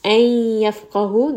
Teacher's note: Noon sakin is merged within the ya. · Term: idgham